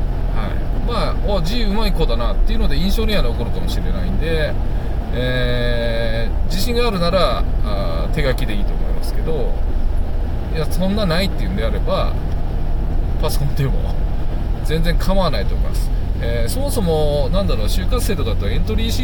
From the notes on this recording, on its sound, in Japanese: 運転中。夜の車の中でなんかちょっとアツくなっちゃいました。